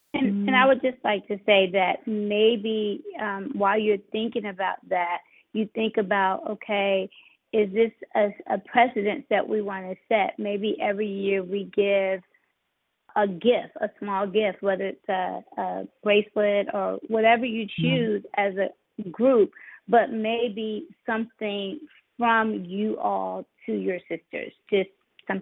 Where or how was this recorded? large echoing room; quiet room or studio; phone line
phone line